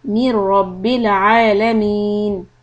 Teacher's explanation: the Mir part is soft on the Ra and then the Ra Fatha is heavy